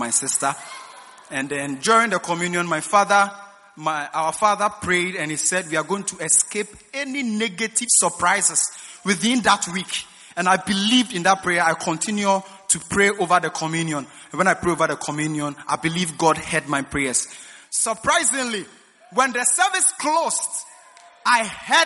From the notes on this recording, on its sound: Preached at the First Love Center.